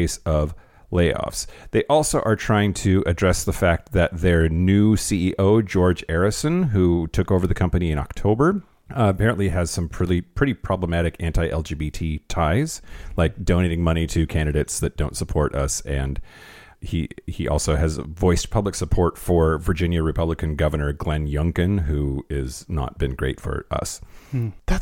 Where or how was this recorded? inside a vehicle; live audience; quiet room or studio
quiet room or studio